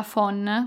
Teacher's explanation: Ad esempio, per la parola phon, quello che si usa per asciugare i capelli, la chiusura finale avviene con la punta della lingua per la N, combinata con un meccanismo velare aperto per formare una nasale